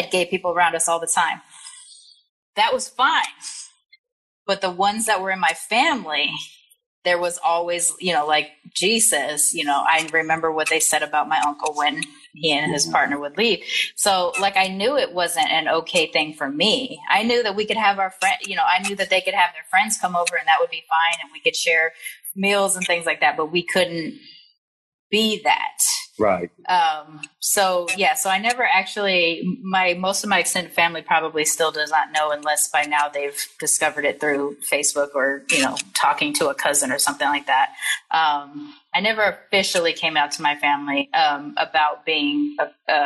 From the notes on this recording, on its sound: I am sharing the audio from my new IG Live Series